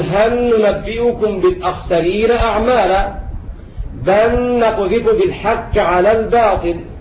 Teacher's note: واشتركت لام هل وبل في إدغام التاء والنون